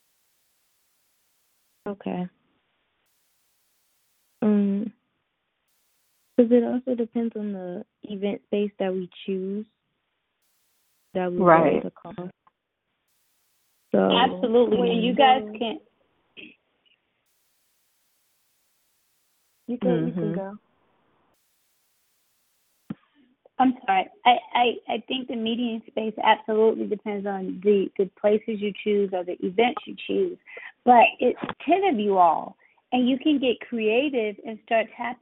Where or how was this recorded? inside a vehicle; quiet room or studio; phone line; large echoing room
phone line